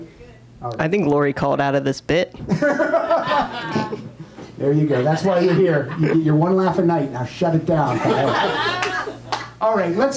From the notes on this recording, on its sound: This show was recorded LIVE at the Improv Lab in Hollywood, California. Unfortunately we did have a sound issue... My microphone was barely recorded... I am still lower than everyone else. The recording process was totally out of our control.